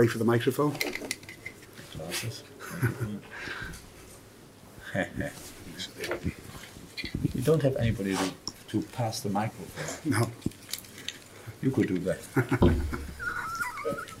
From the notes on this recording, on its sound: Post Match Press Conference.